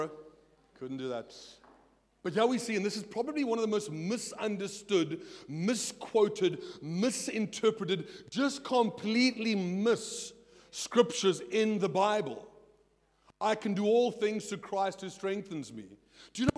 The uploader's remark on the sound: at Joshua Generation Church Milnerton congregation